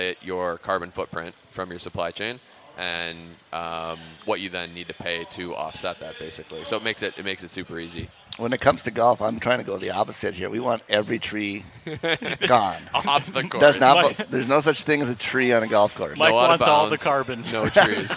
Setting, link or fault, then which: setting, busy venue